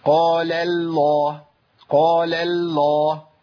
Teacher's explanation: انا جبت اللام الاولى بتاعت قال مرققه، رققتها كويس قوي، بس هيئه الترقيق فضلت معايا للام الثانيه